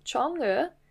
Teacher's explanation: This consists of two characters with rising tones.